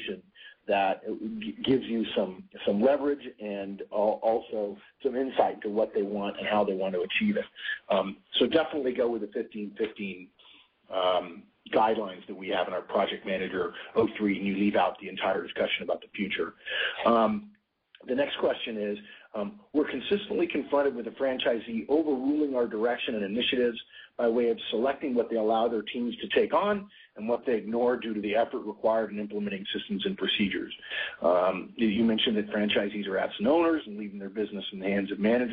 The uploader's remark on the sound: November 2010 Conference Call.